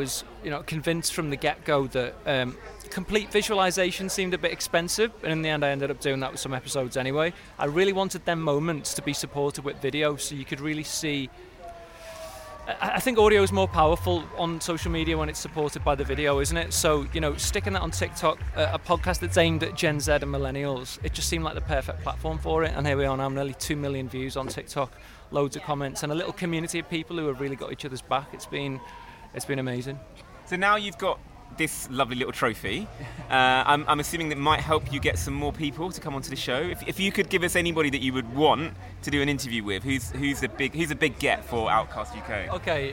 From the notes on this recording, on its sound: Backstage at last weekend's British Podcast Awards. Head to Nairobi for a call with the Podcast Of The Year winner.